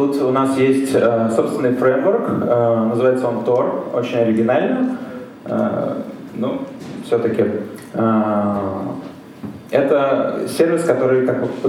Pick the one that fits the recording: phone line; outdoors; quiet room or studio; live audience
live audience